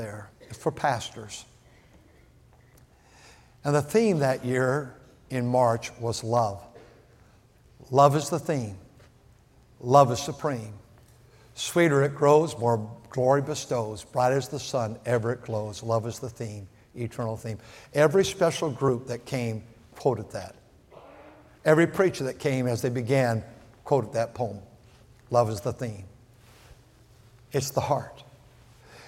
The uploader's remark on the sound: at North Valley Baptist Church in Santa Clara, California, during the Sunday Morning service on February 11, 2024.